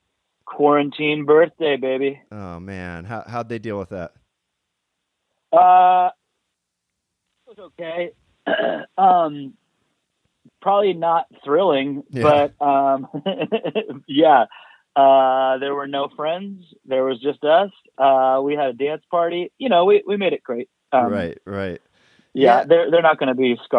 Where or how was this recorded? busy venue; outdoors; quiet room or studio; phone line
phone line